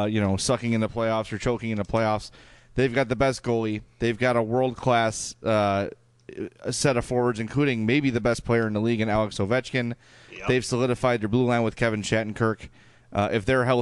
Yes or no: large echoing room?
no